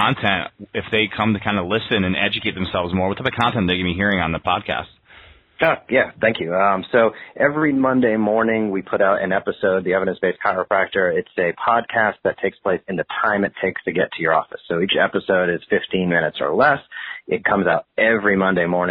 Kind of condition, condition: link, phone line